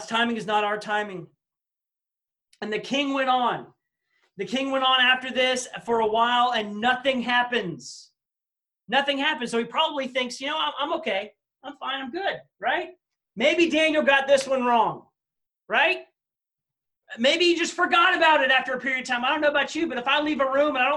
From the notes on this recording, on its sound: This message was presented on Wednesday August 12, 2020 during our Zoom Student meeting for Baymeadows Baptist Church.